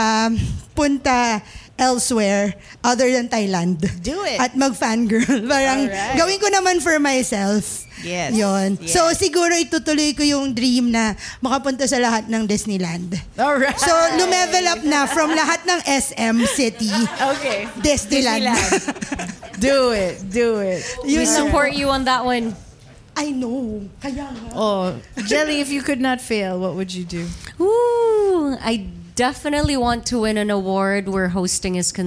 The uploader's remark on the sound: Part deux of the live show recording.